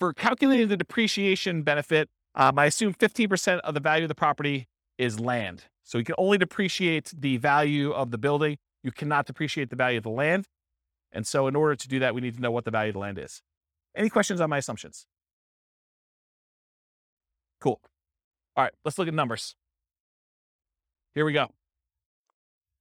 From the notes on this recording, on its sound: This was a live class recorded